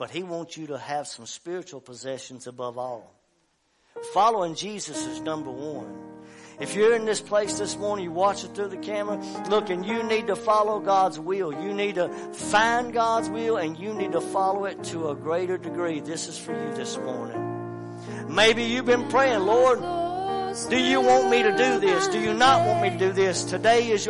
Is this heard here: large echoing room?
yes